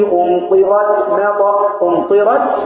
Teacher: التاء بتاعت أمطرت ساكنة هي اللي فيها الهمس الوحيد